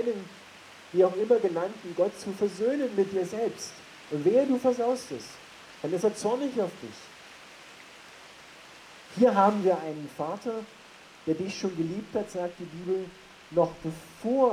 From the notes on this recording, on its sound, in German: Das Rauschen im Hintergrund ist keine schlechte Aufnahme, sondern die Predigt wurde bei strömenden Regen am Hauptplatz in Bad Tatzmannsdorf unter dem Dach der Bühne gehalten.